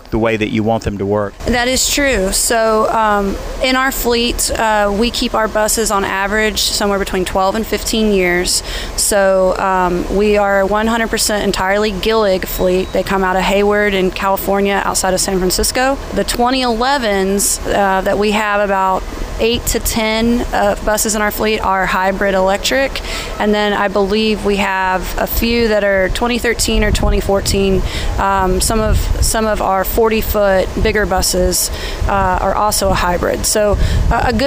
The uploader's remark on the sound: on the EV bus in Savannah